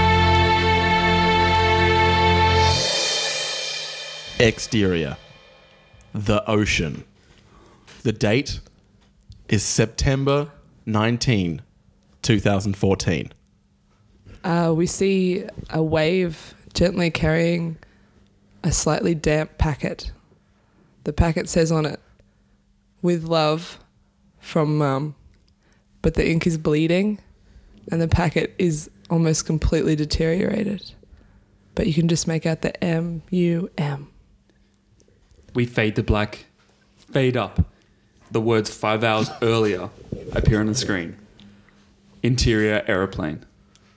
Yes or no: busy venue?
no